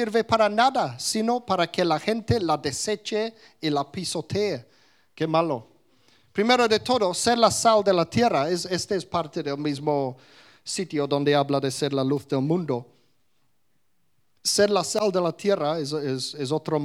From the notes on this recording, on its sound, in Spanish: Grabado en directo en la Comunidad Cristiana de Vilafranca, Mallorca, España.